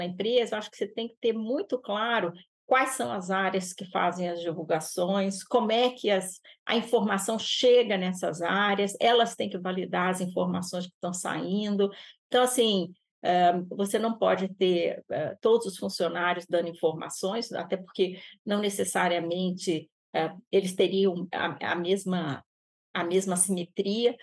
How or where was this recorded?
video call